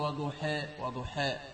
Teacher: ألف فقط أملناه قليلا فقط لم يبقى على الفتاح التام فهذا يسمى تقليل وإذا بالغنا به يسمى إمالنا.